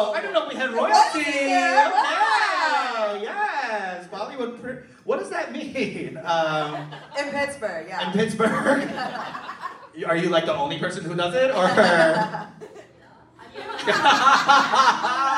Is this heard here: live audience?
yes